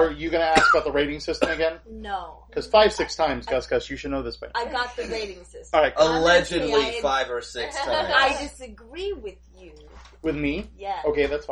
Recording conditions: background noise